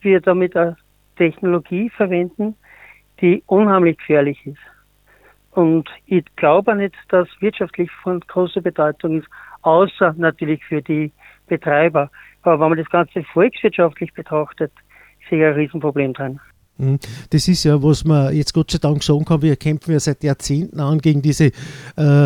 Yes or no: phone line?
yes